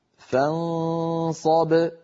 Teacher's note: فرغ، أغ ممطوط، فانصب بينما الباء شديدة وساكنة فزمنها قصير